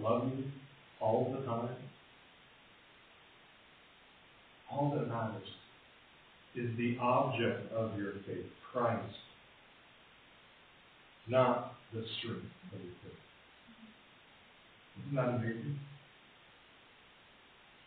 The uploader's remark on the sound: Apologies for the poor audio quality.